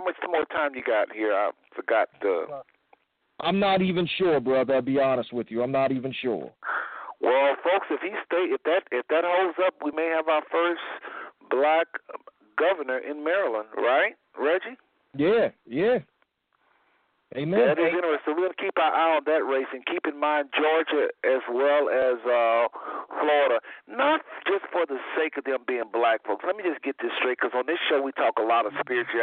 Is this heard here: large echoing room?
no